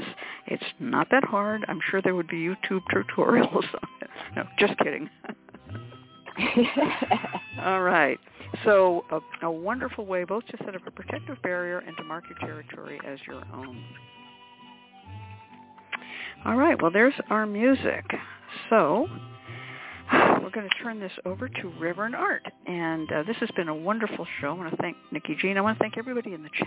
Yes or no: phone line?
yes